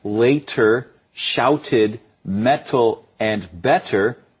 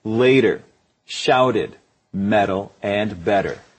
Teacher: the T sound wants to morph or change into a D sound · Shown in: second take · For example, most North American English speakers, rather than saying later, shouted, metal, and better, we'll say later.